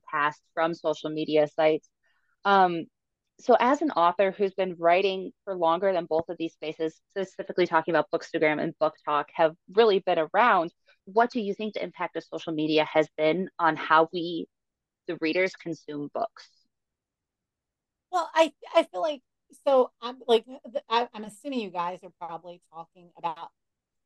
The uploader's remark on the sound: Apologies for the audio - we went back to our Zoom roots and it did us dirty.